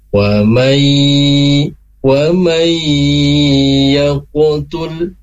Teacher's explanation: ada nun sukun bertemu dengan ya, maka di situ ditahan dulu. Tidak cukup hanya wa may yaqutul, itu ditahan dulu. · Term: idgham bi gunah